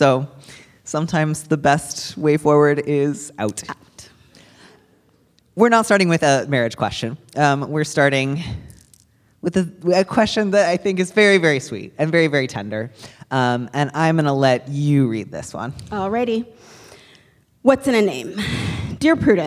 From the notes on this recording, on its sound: This week finds Dear Prudence live on stage at the Brava Theater Center in San Francisco. Questions from the live audience.